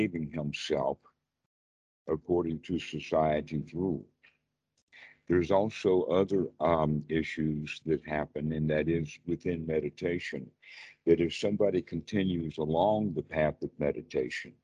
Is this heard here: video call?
yes